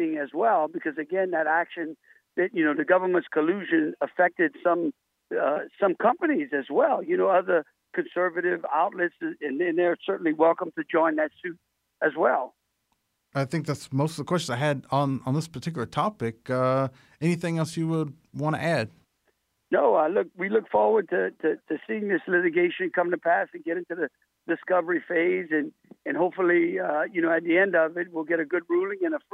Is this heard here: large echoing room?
no